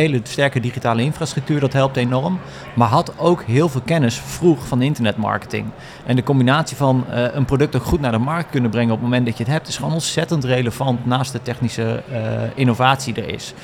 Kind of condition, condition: setting, busy venue